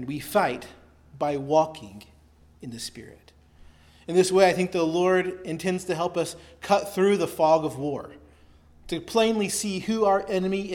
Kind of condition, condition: setting, large echoing room